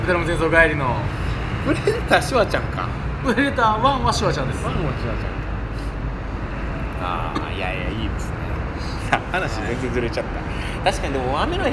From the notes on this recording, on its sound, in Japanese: 野外で収録。